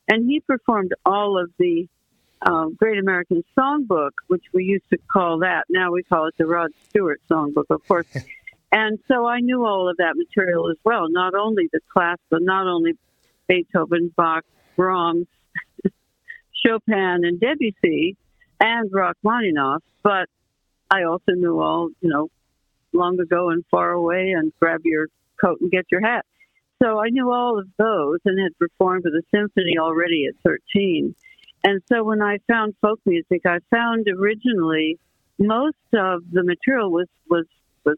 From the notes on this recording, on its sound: phone interview